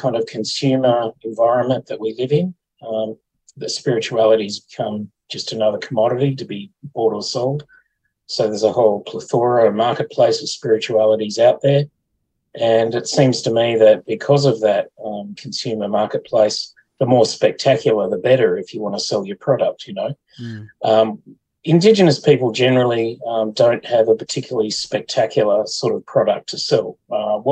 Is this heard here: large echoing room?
no